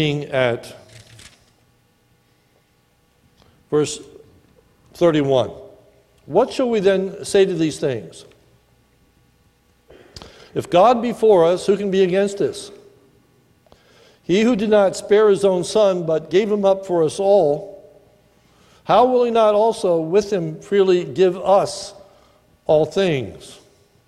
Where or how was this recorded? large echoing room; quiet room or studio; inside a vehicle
large echoing room